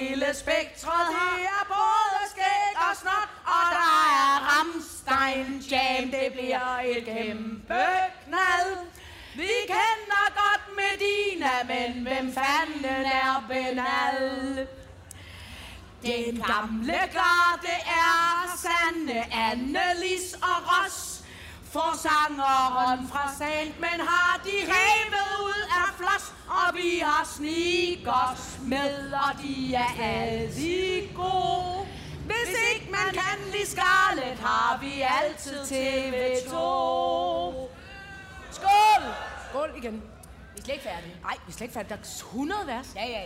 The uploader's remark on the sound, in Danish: Live fra Skanderborg!